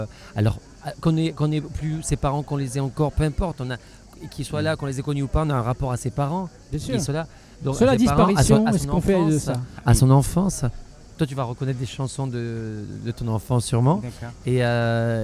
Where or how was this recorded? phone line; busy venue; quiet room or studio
busy venue